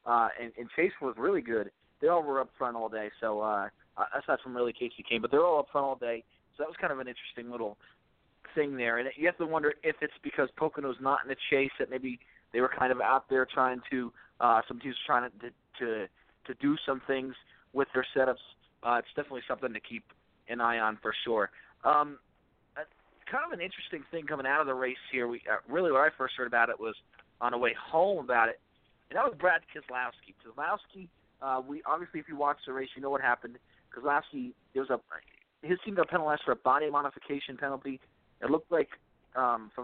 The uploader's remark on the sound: we take your phone calls